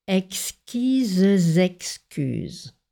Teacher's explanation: Le E muet à la fin de l'adjectif exquise doit être prononcé ici pour pouvoir faire l'autre liaison en Z. On le prononce artificiellement, ce E, un peu comme dans certains poèmes ou certaines chansons, pour avoir un nombre de pieds suffisant.